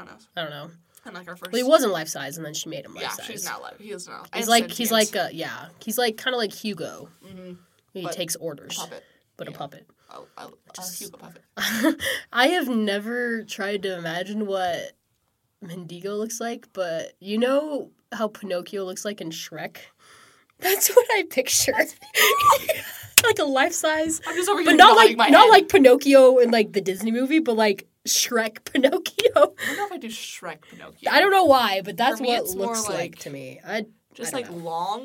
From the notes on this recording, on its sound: consider this a warning headphone listeners, we get loud in this episode.